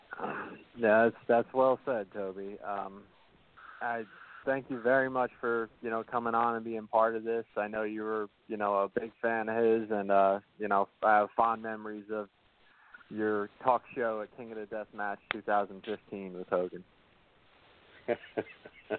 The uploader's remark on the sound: calls in to share love